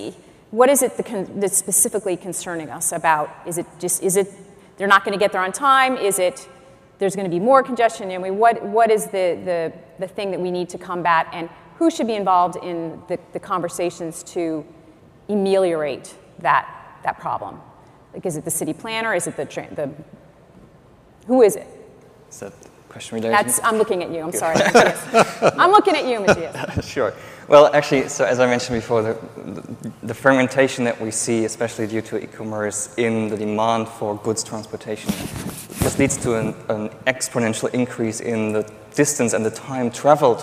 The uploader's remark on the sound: The best of live interviews from GreenBiz events.